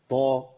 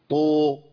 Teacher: ما تمطش الشفتين الامام عشان ما تعملش شبهة الضم مع الفتح · Shown in: first take · Term: هيئة التفخيم